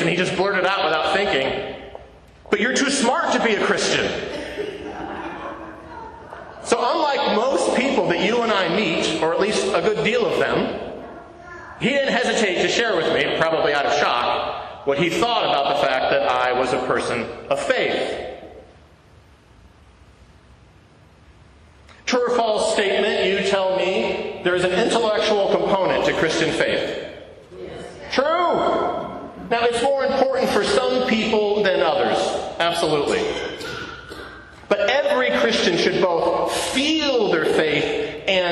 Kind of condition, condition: setting, live audience